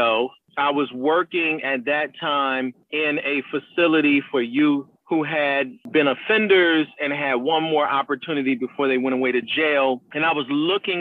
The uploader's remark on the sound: speaks by phone